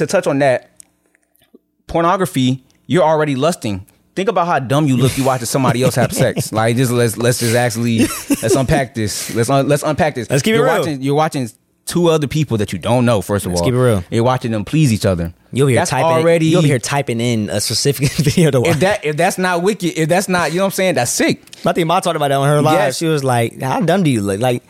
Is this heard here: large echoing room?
no